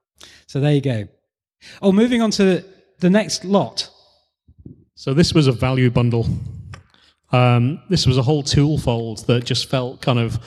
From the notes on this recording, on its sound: Bricolage: a makers podcast LIVE (emf2018). Interviewing interesting people LIVE on stage.